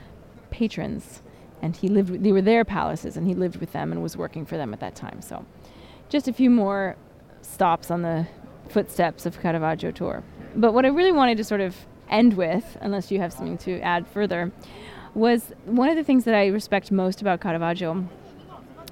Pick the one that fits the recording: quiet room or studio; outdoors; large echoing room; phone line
outdoors